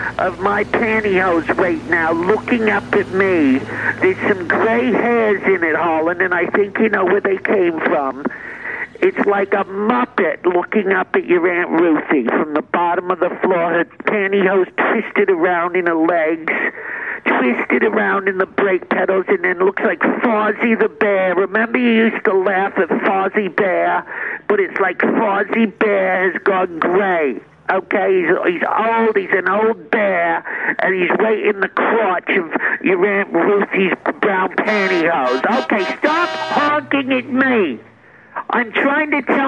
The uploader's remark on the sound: A phone call.